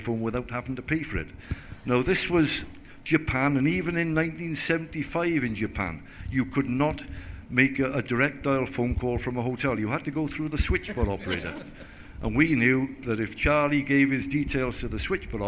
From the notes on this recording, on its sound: A live Six Nations debate. Fielded questions from a live audience ahead of the Six Nations.